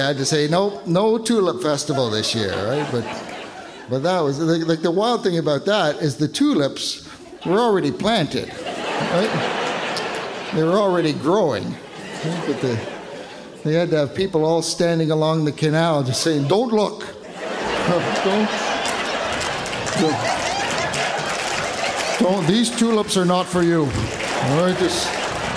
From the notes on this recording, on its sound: A live show from the Shenkman Centre for the Arts!